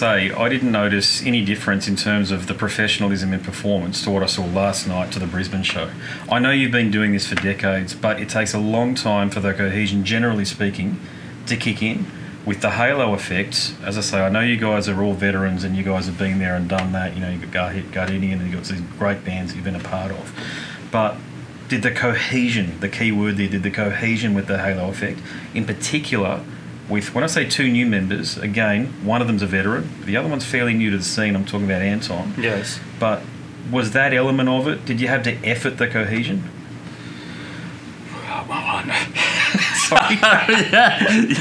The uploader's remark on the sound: The conversation was recorded aboard the 70000 Tons of Metal 2024 cruise.